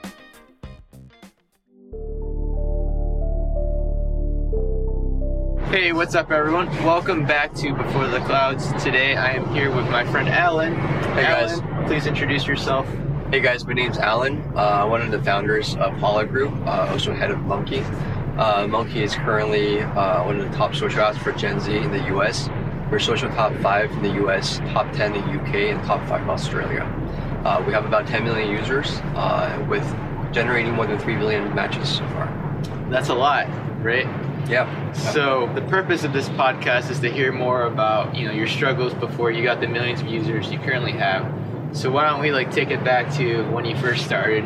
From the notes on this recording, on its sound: This was recorded outdoors!!